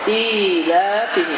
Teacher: Uzatmanın miqdarı iki hərəkədir. · Term: Uzatmadır